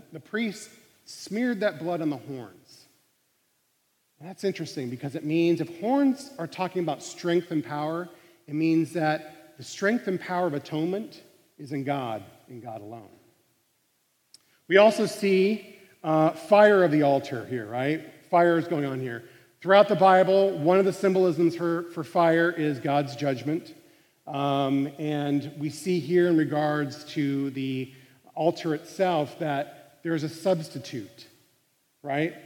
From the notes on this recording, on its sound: Live recording of CUI's Monday Chapel Band.